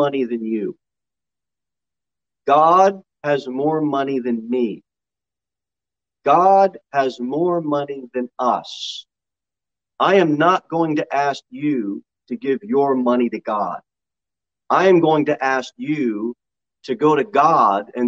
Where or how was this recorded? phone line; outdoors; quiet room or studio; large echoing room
large echoing room